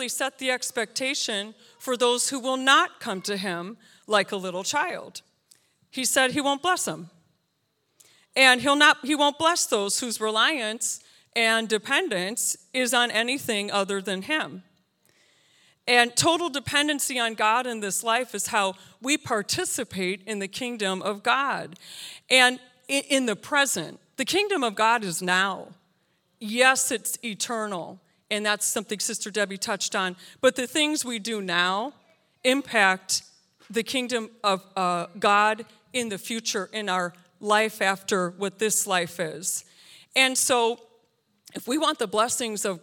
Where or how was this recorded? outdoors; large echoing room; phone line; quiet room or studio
large echoing room